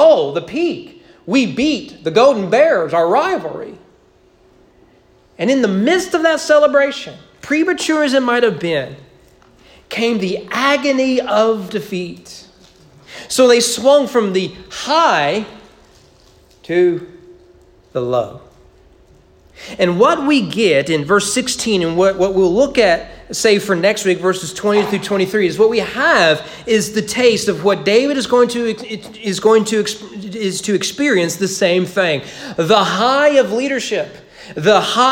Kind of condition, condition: setting, large echoing room